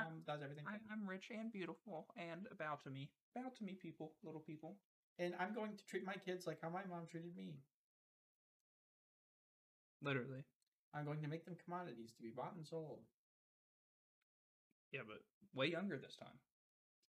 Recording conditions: poor sound quality